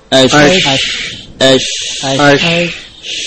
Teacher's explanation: Huruf Shin keluar dari makhraj yang sama dengan Ya wal Jim, yaitu dari wasatul lisan. Wasatul lisan, bagian tengah lidah, ma'a ma yuhadihi minal hanak, dengan bagian yang sejajar dengannya dari langit-langit.